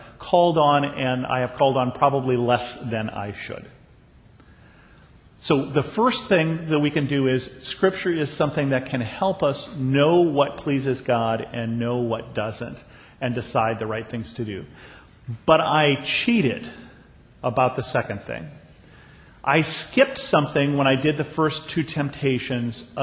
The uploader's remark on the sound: a sermon I preached at Bethel Lutheran Church in Cupertino